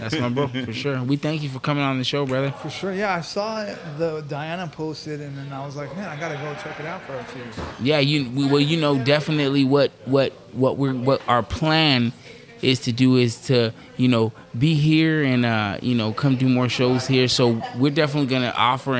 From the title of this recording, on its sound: The Walkout Live from the Wheelhouse Lounge in Port Hueneme